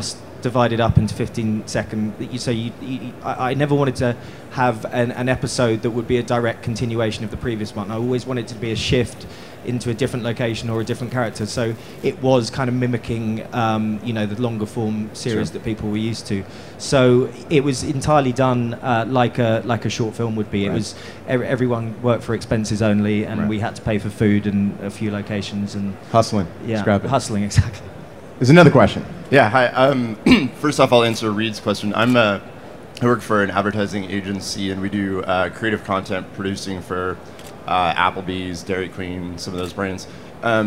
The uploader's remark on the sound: broadcasting live from the event floor at the NAB conference in Las Vegas Nevada!